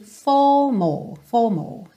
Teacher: O T e o D muitas vezes vira rarara, por uma questão ali de fluidez, de ligar uma palavra na outra, então algo que não é típico do inglês britânico falado, acaba entrando na canção, mas os R's não ficam realmente enrolados · Term: R britânico